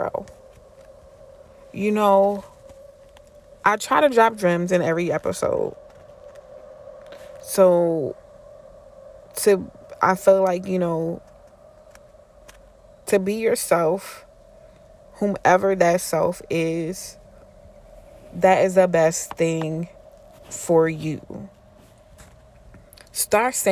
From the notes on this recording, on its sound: This spring weather and me recording outside don’t mix